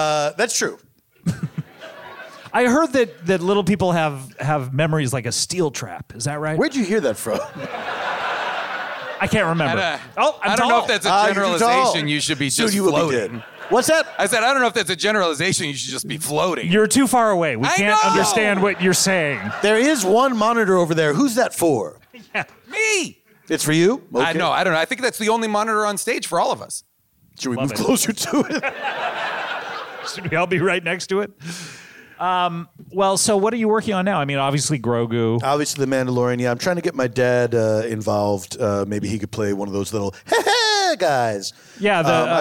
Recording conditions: live audience